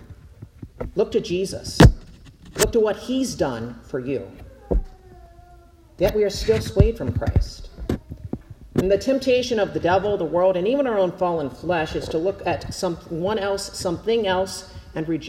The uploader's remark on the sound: Preached at Zion Lutheran Church in Winter Garden, FL